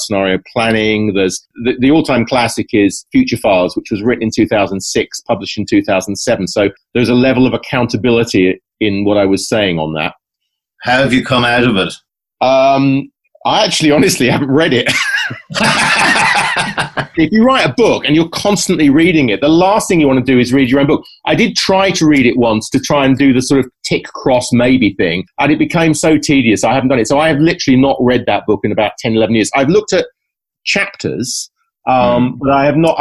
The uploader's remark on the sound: Recorded: ZOOM (London – Dublin)